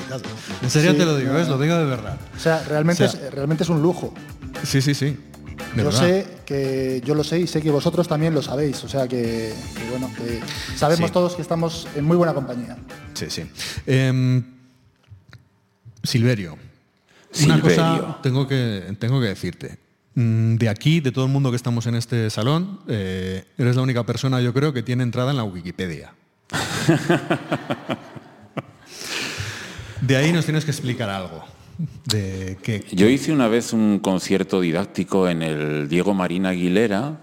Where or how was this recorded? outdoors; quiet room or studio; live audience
live audience